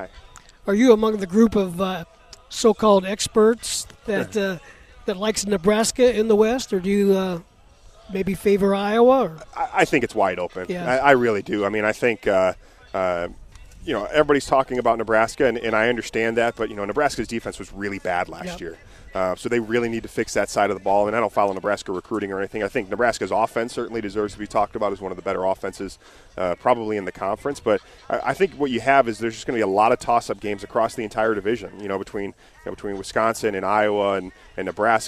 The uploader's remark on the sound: live from Illini football practice